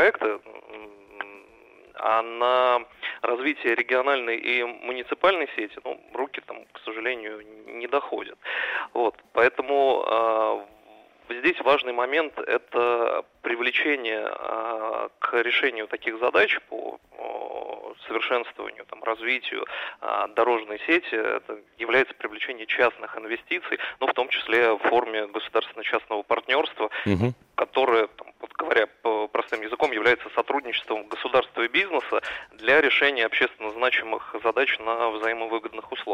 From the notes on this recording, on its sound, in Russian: И говорили мы об этом по телефону